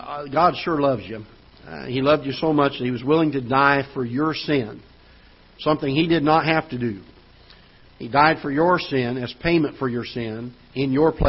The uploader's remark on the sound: Ketha Heights Baptist Church ~ Live Broadcast